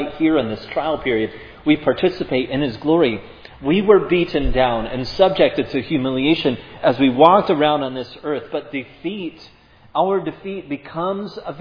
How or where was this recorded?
large echoing room